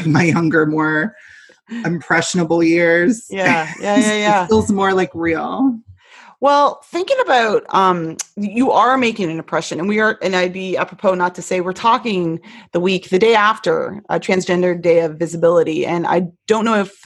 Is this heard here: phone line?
no